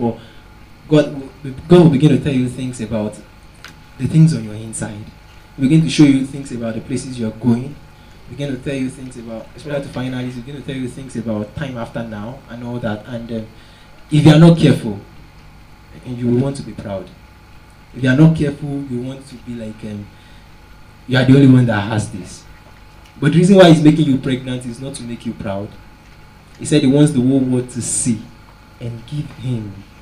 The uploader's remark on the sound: Preached at TACSFON OAU in 2009.